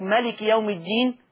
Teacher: في رواية ورش يقول لك بحذف الألف المادية فتبقى مالكي يوم الدين.